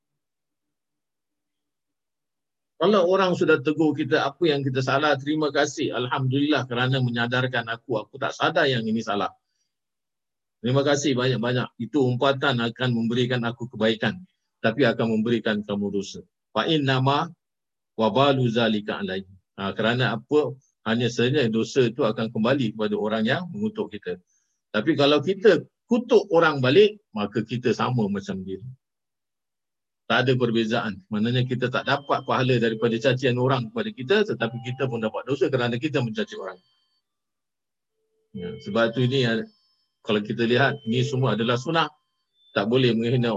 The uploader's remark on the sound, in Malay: Rakaman zoom pada setiap Khamis 9 mlm (waktu Singapura)